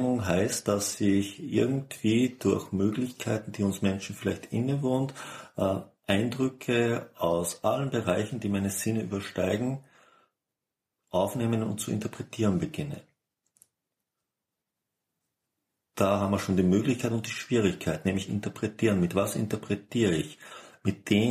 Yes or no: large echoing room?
no